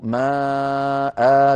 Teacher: إذا وقفوا على ماء المنصوبة قالوا ماء بألفين · Term: مد العوض